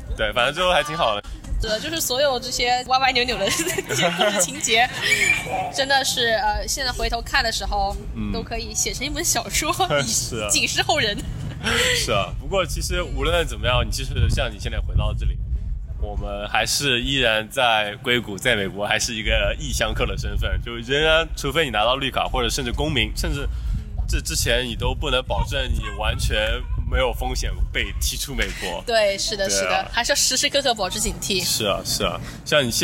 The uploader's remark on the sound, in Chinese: 户外录音，稍有杂音，多谢谅解